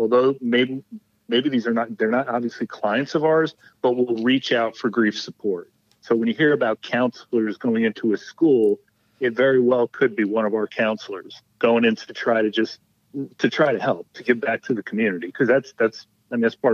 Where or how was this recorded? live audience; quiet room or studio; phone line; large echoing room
phone line